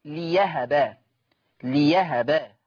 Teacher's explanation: لأهبة تبدل ياء تقرأ ليهبة